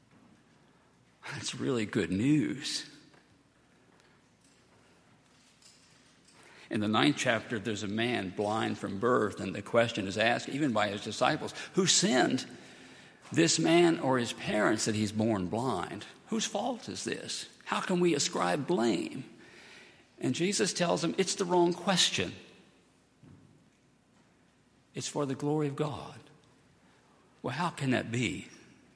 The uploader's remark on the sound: at Highland Baptist Church